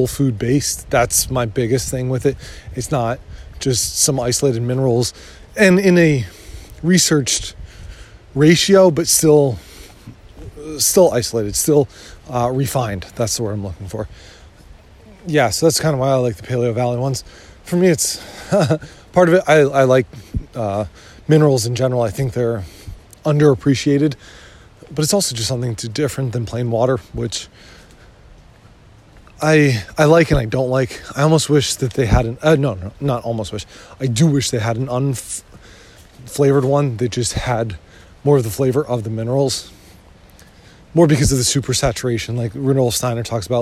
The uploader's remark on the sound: I try to get out in the woods a few times a week and some of them I plan to couple with a recording